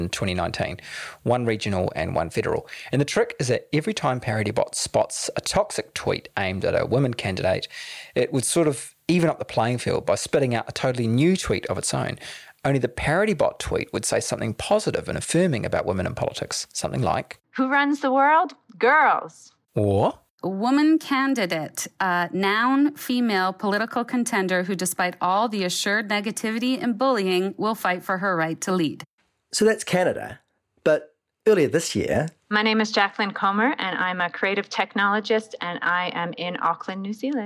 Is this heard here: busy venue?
no